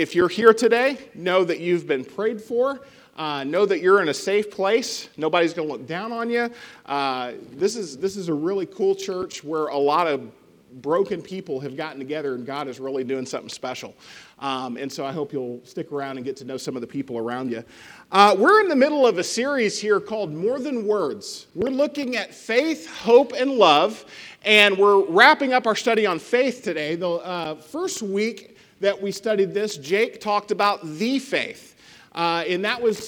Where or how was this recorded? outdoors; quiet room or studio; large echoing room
large echoing room